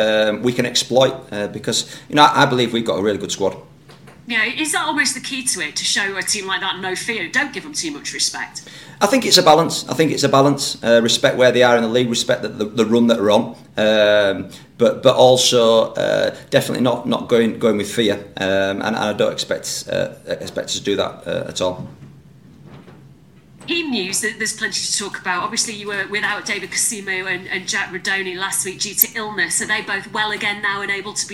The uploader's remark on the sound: spoke to the media at the Millers Oils High Performance Complex